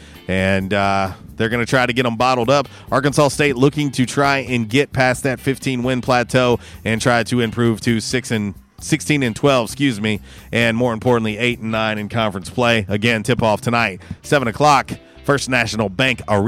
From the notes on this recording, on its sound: Was a “Women Rock Wednesday” LIVE from YesDogGrill!